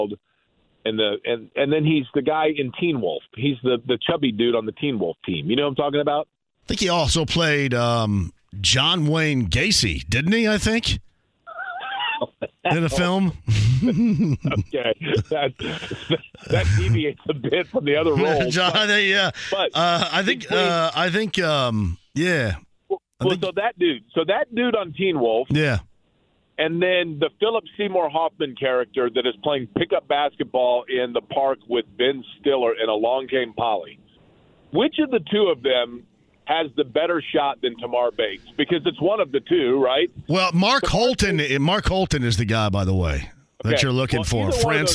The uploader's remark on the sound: Fans submit questions and comments online! Opens the phone lines to take some calls. The first hour wraps up with some question and comments from listeners online and through the phones! He also takes some calls from listeners!